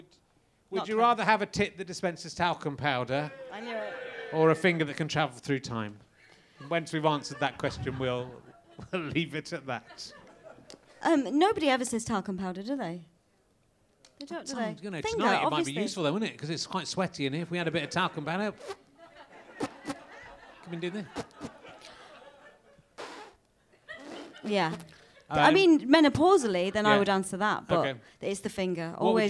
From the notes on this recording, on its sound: RHLSTP comes to the Great Yorkshire Fringe. The York audience have fun trying to name different kinds of cupboard and being insulted.